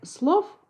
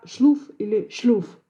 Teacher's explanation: Северному «о» соответствует южное «у».